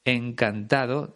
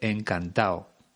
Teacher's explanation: no pronuncia la letra D en el participio del verbo encantar · Shown in: second take · En vez de encantado, él dice encantao.